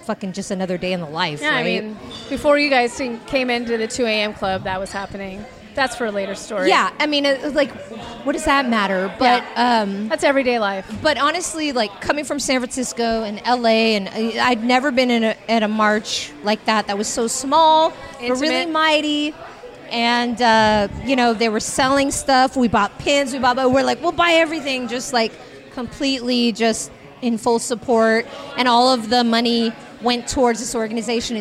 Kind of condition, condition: setting, busy venue